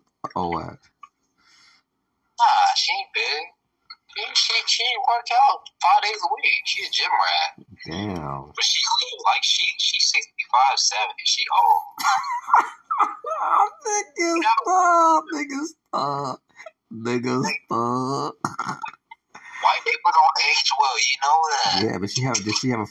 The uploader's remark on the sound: Uncensored Phone Call with my Son.